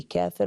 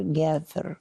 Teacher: اضطروا إليها حولوها عند التكلم بها إلى أقرب الحروف من مخارجها، وهي حرف بين الجيم والكاف ينطق به كمنطق الجيم المصرية · Shown in: second take · فيقولون في كافر جافر، وهو اليوم من لغات اليمن وبغداد.